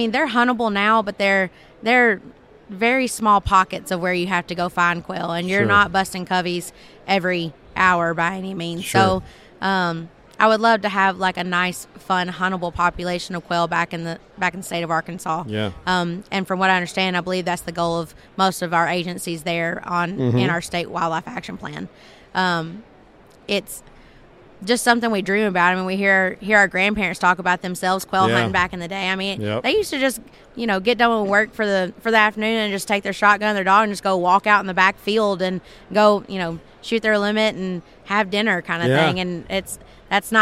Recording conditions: busy venue